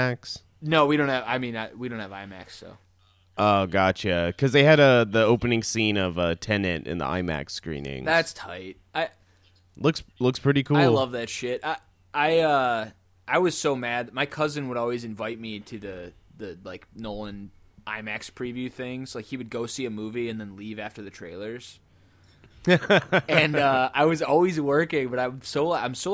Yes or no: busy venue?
no